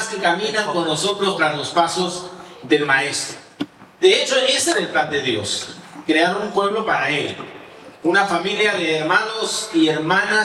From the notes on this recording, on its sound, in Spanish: presentado en vivo el domingo 19 de febrero de 2023